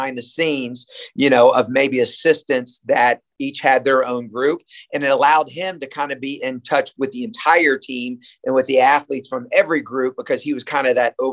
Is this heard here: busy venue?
no